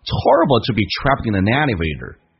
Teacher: to 弱化成两种，一个是 t，一个是 d。如果 to 前面是浊辅音，你看 horrible all 是属于浊辅音，就可以弱化成 the。当你说 t 也是对的，这没